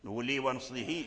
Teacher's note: قرأها قالون بقصر الهاء أي بترك الصلة، أي يكسر الهاء فقط من غير مد